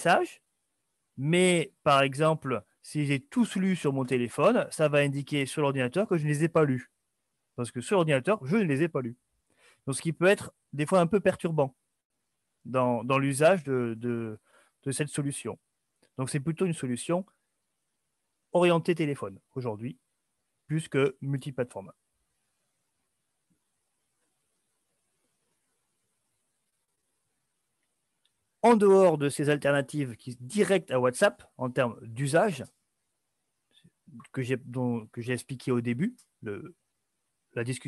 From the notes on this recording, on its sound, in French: Ceci est une rediffusion du webinaire enregistré le 2 février 2021